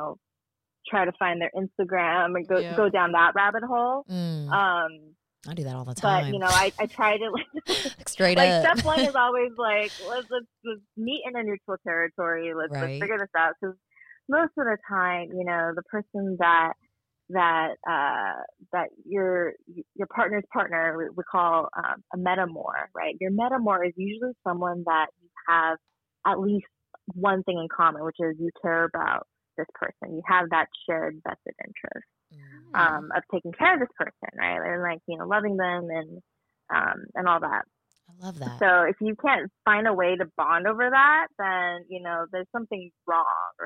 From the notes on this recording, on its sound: takes our phone call